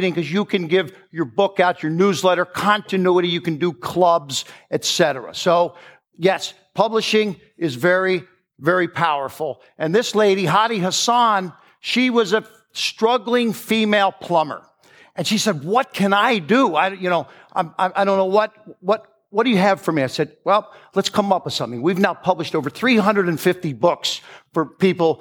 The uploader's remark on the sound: Recorded live at the Genius Network Annual Event.